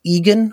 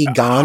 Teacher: it's pronounced Egan with the emphasis on the first syllable rather than Egon · Shown in: first take